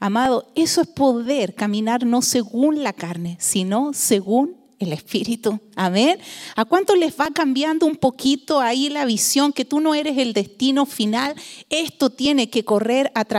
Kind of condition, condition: setting, large echoing room